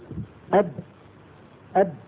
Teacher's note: اصطدمت الشفة العليا بالشفة السفلى فسمعنا صوت الباء